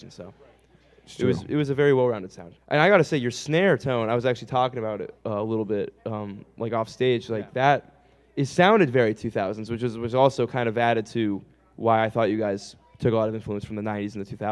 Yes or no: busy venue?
yes